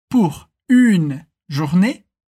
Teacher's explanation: na palavra pour, a gente tem o som do U, como no português, seguido de une, em que a gente tem o biquinho